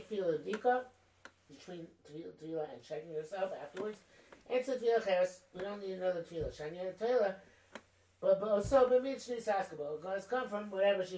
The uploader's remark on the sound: The sound is not great on this recording, because I didn't realize that the microphone had fallen down. I think it's still audible.